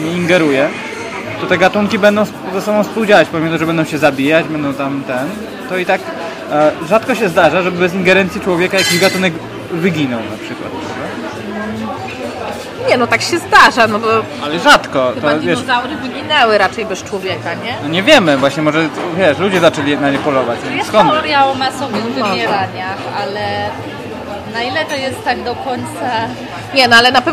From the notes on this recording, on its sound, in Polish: Odcinek nagrany w galerii Krakowskiej z "naturalnym podkladem".